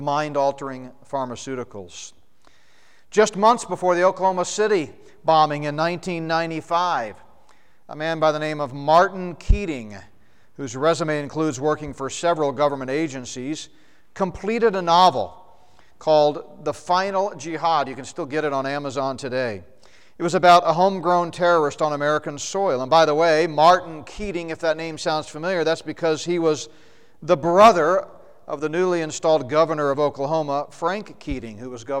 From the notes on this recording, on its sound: second session from the Prophecy Conference at Northstar Family Church in Flowery Branch, GA